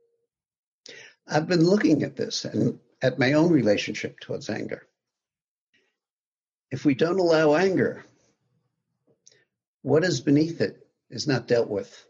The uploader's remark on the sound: via Zoom from his home